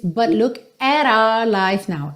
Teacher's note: ele fez o rarara lá naquele T, tá? Para juntar o at com our